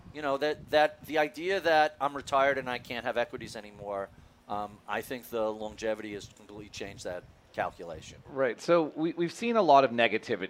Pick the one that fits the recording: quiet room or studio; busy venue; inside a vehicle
busy venue